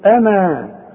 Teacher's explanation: اذا وقفت على انا تقول انا كاملة، الالف تمد مدا كاملا طبيعيا · Term: المد الطبيعي